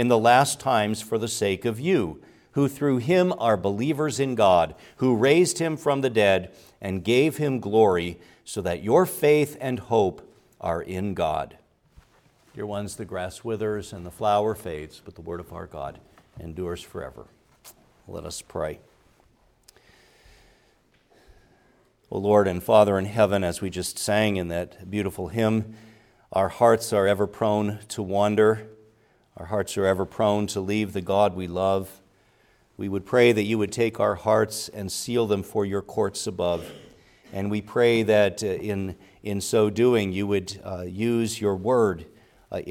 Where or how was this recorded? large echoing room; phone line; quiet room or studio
large echoing room